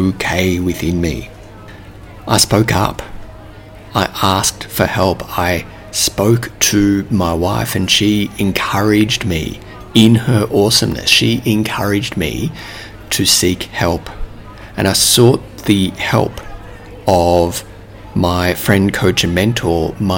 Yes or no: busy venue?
yes